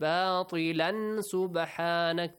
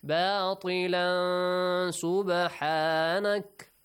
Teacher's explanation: So سين comes right after the tanween. Here the rule says that you should hide the sound of tanween since there is the letter سين. · Shown in: second take